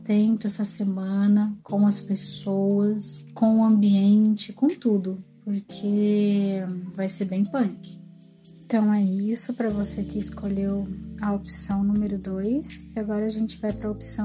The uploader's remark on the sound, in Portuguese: O maior desafio de editar esse programa, é o fato dele ser gravado com o celular em um ambiente não muito apropriado.